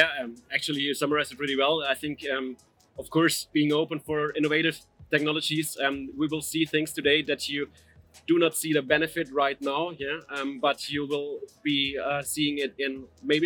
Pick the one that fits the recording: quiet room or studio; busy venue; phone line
busy venue